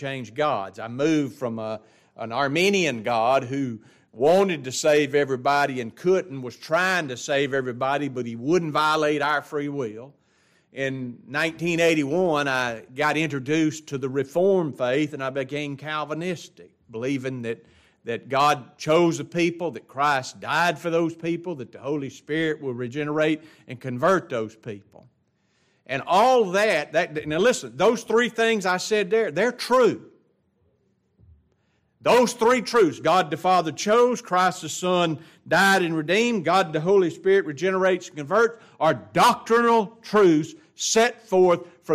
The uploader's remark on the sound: It was taught in the adult Bible class of Grace Baptist Church in Ruston Louisiana.